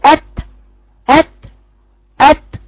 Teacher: بقفل صوتها الاول بقول ات وبروح فاتحه بقي بيطلع شويه هوا بسيط · Term: التاء